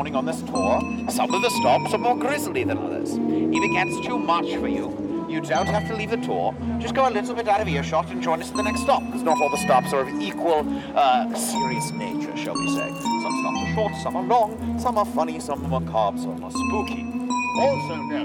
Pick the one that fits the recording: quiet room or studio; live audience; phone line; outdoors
outdoors